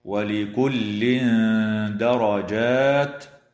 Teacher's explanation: إخفاء حقيقي للتنوين عند الدال مع الغنة مرققة